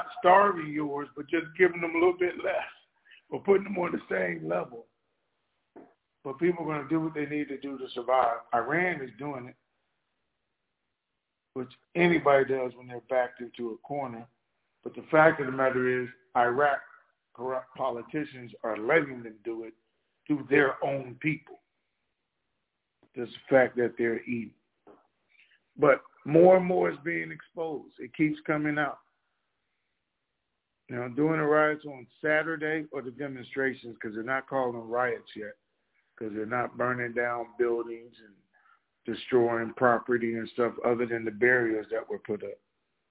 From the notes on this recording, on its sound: TNTSuperfantastic Conference Call